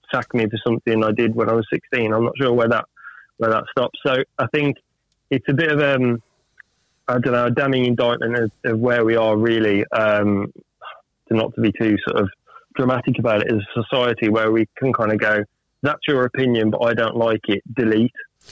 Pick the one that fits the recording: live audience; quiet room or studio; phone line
phone line